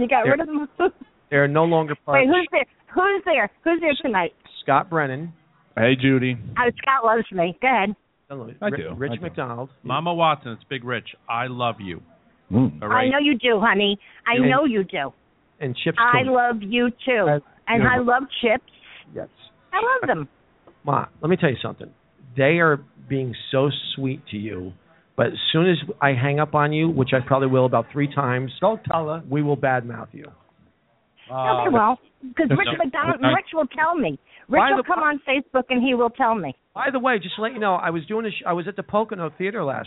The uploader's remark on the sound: Live from the Oak Barrel in West Orange, NJ